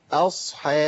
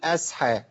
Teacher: الصاد وقع بين مرققين فلا بد من تخليصها · Shown in: first take